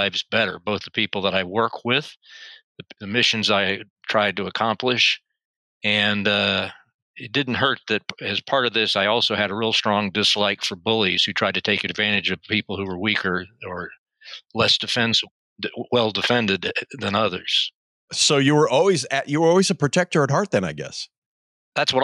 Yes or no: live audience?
no